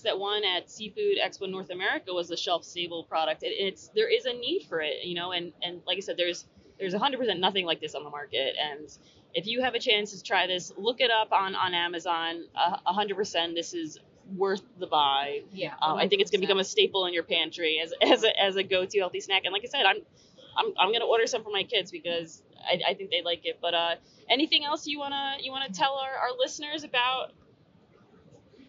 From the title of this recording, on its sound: Live From Seafood Expo Global